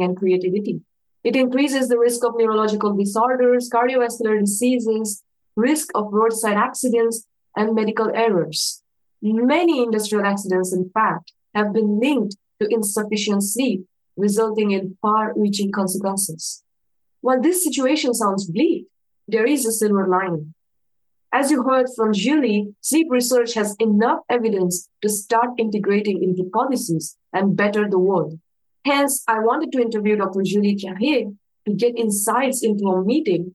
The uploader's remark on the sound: February 7th 2024 at 5:30 PM ET over Zoom.